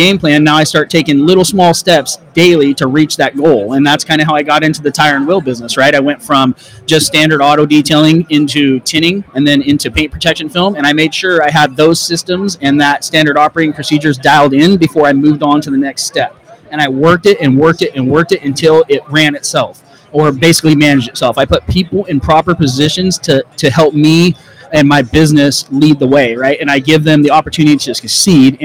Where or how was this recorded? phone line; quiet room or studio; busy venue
busy venue